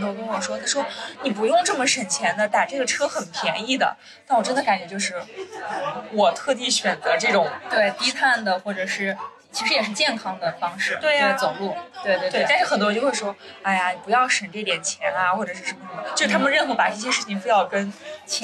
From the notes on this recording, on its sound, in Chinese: 这期因为时间紧迫，我们仓促地在一家咖啡馆录音。所以...有觥筹交错的乒乒乓乓声，有隔壁桌的八卦声等无法避免地嘈杂声。